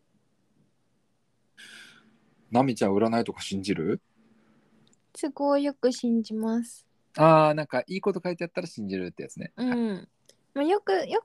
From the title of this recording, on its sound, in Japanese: 今日は久しぶりに遠隔収録